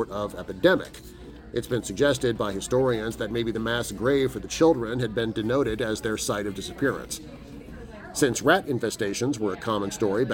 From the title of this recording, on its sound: Recording live at Visually Odd Con 2022!